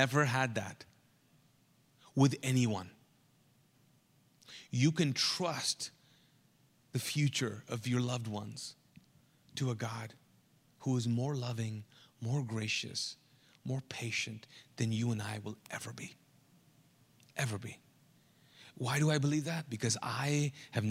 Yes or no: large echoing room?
yes